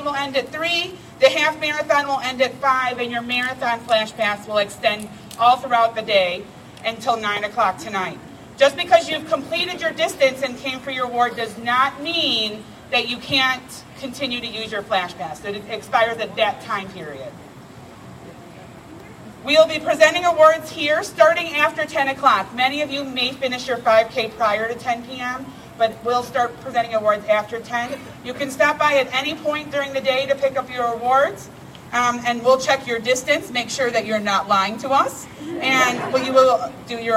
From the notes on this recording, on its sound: LIVE From CoasterChallenge at SixFlags Great America.